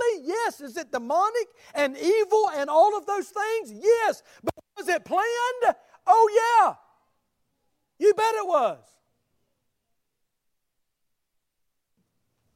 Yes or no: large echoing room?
yes